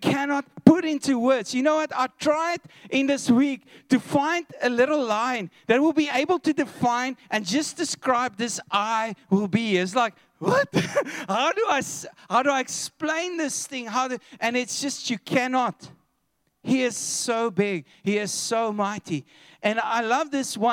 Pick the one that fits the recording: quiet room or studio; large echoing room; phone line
large echoing room